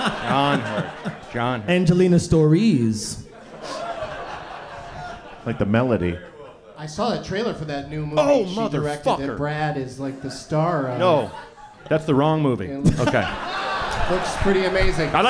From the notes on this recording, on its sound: Live from the Hell Yes Fest in New Orleans